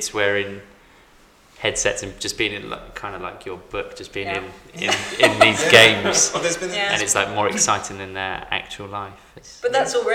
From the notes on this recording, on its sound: This episode was recorded at Stantons Coffee House , Bush Hill Park, Enfield. This episode was recorded at Stantons Coffee House , Bush Hill Park, Enfield.